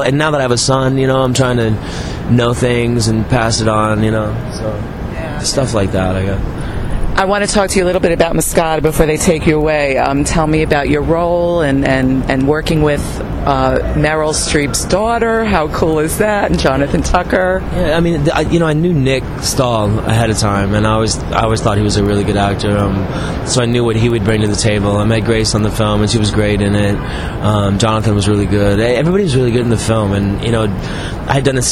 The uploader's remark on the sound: a rooftop chat at the 2010 Tribeca Film Festival